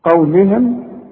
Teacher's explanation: القاف هي المفخمة، ورقق لي اللام قوي مع الهاء